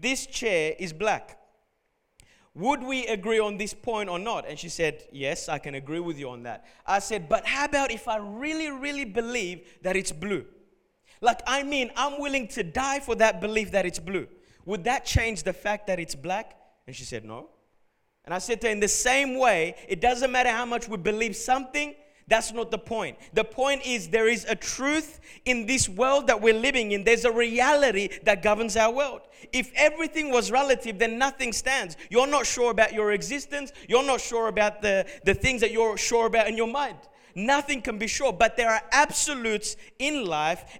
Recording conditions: large echoing room